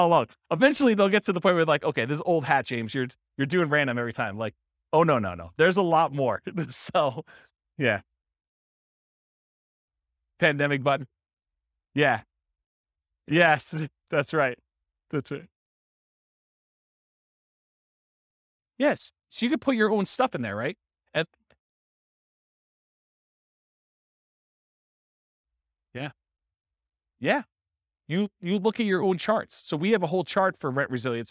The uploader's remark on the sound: This was a live class recorded.